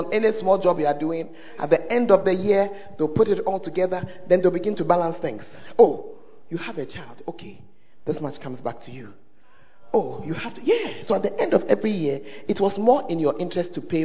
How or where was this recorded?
large echoing room